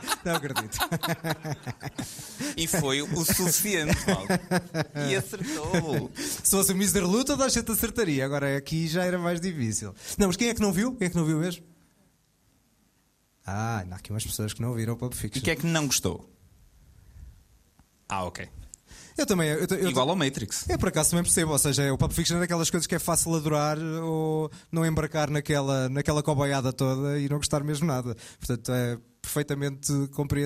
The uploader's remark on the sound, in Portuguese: Na estreia da nossa curadoria no Fernando Lopes (Lisboa). Com a participação da plateia, fizemos uma lista ao vivo.